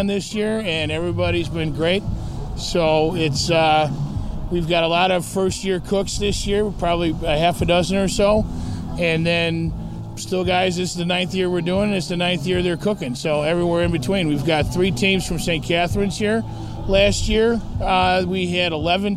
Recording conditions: busy venue